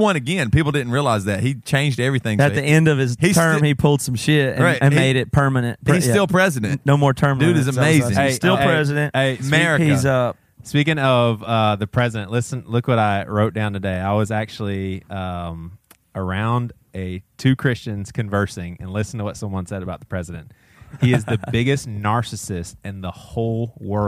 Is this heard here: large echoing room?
no